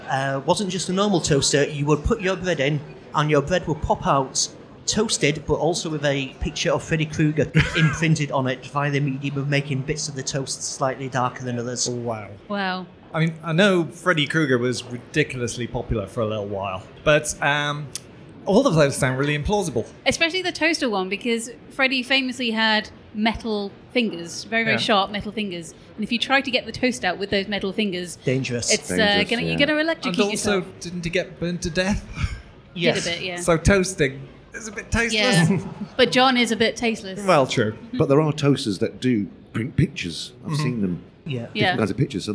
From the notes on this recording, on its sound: We’re live and direct from Newcastle Fright Fest this episode. Pod in public.